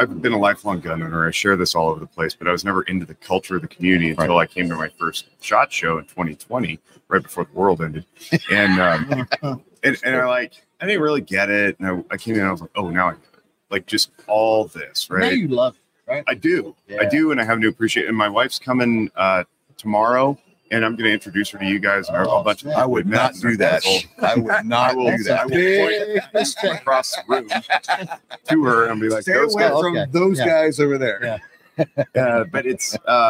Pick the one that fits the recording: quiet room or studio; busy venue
busy venue